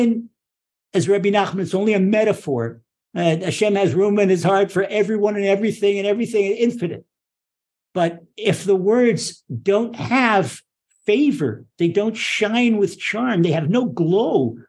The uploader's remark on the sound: Recorded via TORCHzoom.